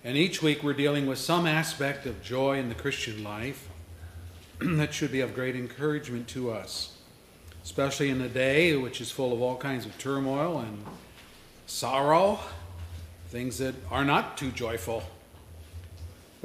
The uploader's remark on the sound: services recorded at Thornville Baptist Church